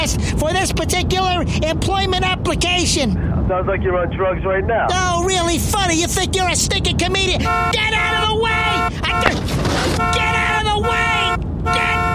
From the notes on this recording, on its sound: Prank Phone Calls.